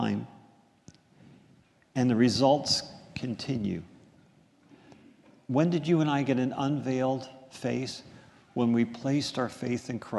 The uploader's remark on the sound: This is a sermon recorded at the Lebanon Bible Fellowship Church in Lebanon, PA during the morning worship service